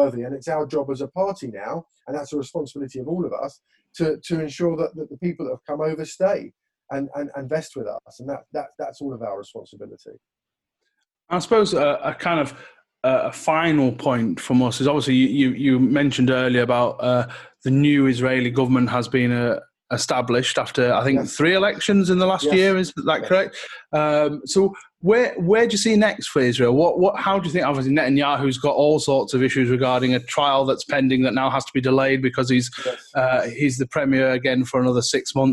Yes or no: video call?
yes